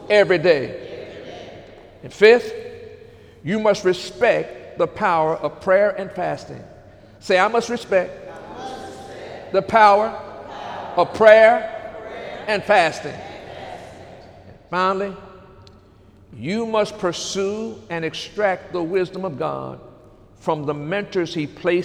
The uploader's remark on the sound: During Sunday morning service on September 16, 2018